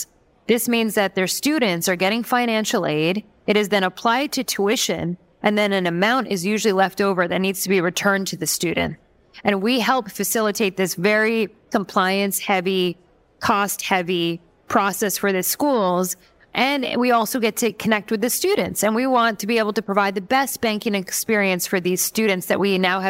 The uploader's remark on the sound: Fintech Nexus New York for a live conversation. In this episode, I head to Fintech Nexus New York for a live conversation.